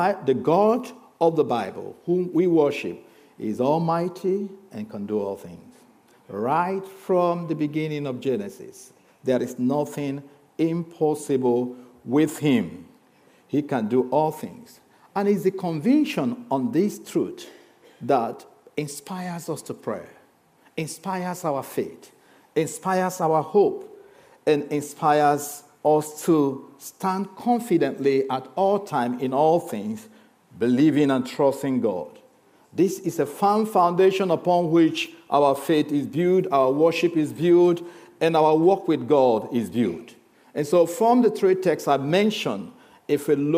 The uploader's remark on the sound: This sermon was recorded on Sunday 25th June 2023 at our Putnoe venue.